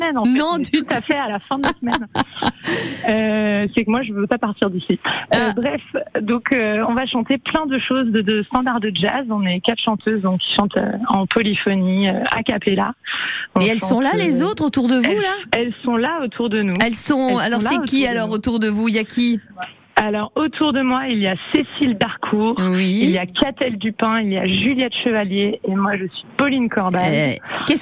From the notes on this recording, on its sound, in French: Chanté au téléphone acapella par ce quintet. La résidence qu'a passé le groupe à Chavagne depuis le 8 août.